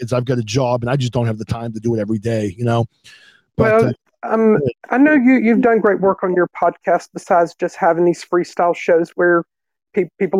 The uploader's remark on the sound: We had EXCELLENT call ins